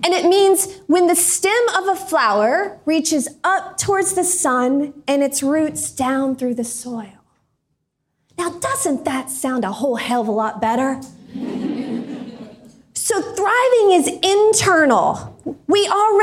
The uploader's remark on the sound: This is the audio from a keynote I did for Linking Indy Women in Indianapolis. This is the audio from a keynote I did for Linking Indy Women in Indianapolis. Over 100 amazing career women came early on January 15th to The Hatch co-working space.